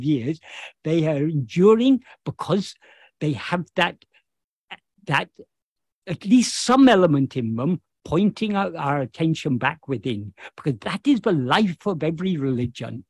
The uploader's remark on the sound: In a Zoom meeting with the Ramana Maharshi Foundation UK.